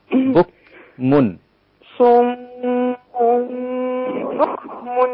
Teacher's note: انتبهي إلى أن الكاف سكنة مهموسة رقيقة